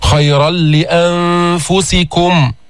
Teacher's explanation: لام بعد التنوين، يعني بعد النون الساكنة، يعني إدغام كامل